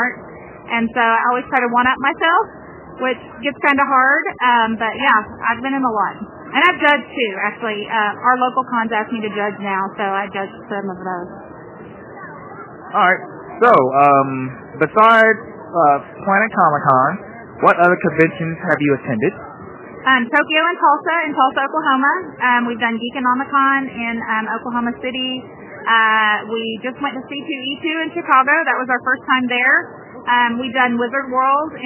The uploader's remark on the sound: This episode was recorded at Planet Comic Con in Kansas City, MO, April 30, 2017, day 3. I did a brief interview.